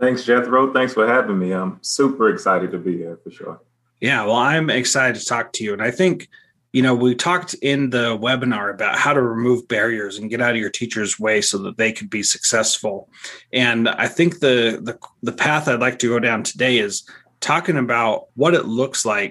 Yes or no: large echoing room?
no